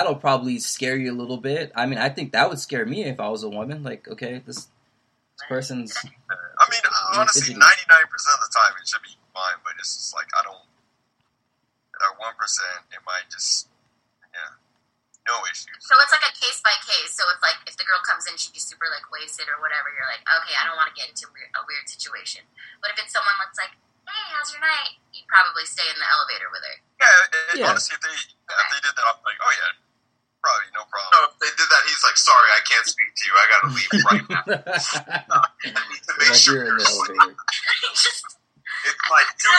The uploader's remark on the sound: We had some audio issues